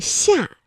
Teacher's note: 舌面啊是贴近硬腭来发音的